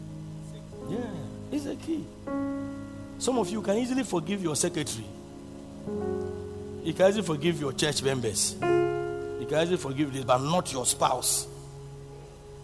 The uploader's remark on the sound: Preached at Loyalty House, Abbey, Dahwenya